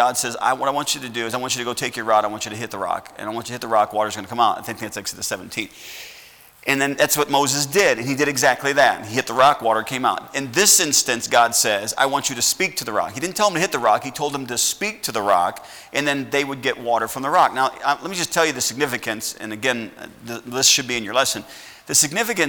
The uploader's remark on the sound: at Heritage Baptist Church, Lawrence Kansas on Sunday SS, February 14th, 2021.